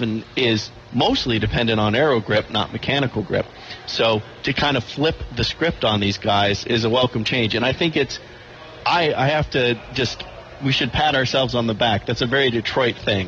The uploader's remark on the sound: LIVE FROM DETROIT GP